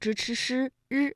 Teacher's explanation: 就是由舌尖向上翘起和硬腭的前部相接触，气流受到阻碍形成的一种辅音 · Term: 翘舌音